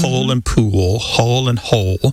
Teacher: pole and pool, hole and hole, they all end in that L sound, and that L at the end of the syllable is what is known as a dark L. So the physical act of pronouncing that dark L kind of requires the back of the tongue to raise toward your soft palate